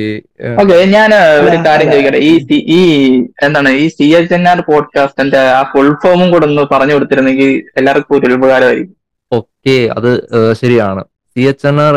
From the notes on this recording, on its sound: All three are in different places. This episode was recorded entirely online. This episode may have its flaws.